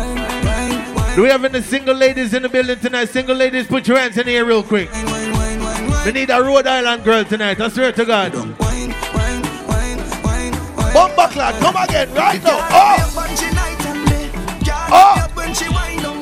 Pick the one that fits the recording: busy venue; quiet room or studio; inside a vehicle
busy venue